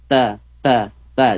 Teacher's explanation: Ada hamasnya juga sedikit. Ada anginnya, keluar sedikit.